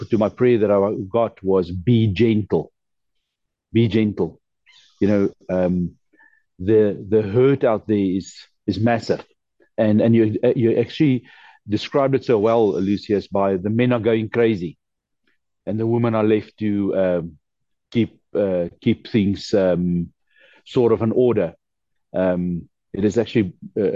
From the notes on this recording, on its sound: The Transformation Table Zoom Meeting